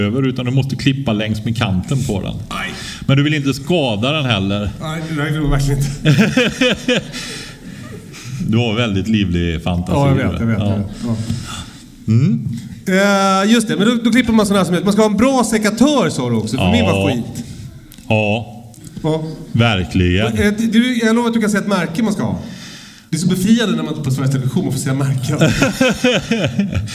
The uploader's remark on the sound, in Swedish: LIVEPODD från Fållnäs Gård. Vi firar avsnitt 100 med en äkta livepodd.